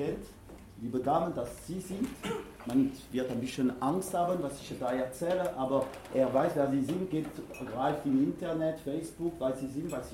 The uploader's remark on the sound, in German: Prakriti Unternehmerfrühstück LIVE AUFZEICHNUNG. Eine Liveaufzeichung des Prakriti Unternehmerfrühstücks. Die über 30 Investoren und Unternehmern durch einen interessanten Morgen mit wechselnden Gästen führt.